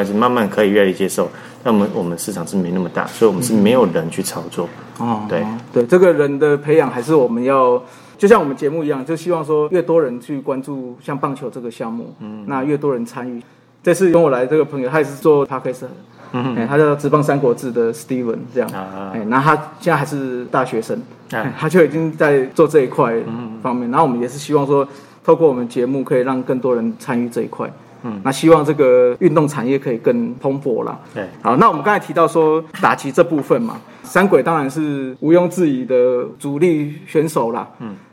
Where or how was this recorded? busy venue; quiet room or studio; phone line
busy venue